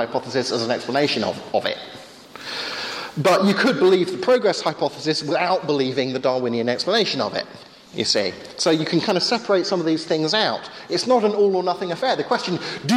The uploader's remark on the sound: Sunday afternoon talk with Q&A at Hesketh Bank Christian Centre.